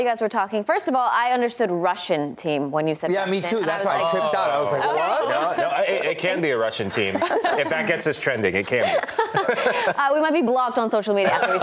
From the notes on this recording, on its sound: join the show from DC MLS All-Star Skills Challenge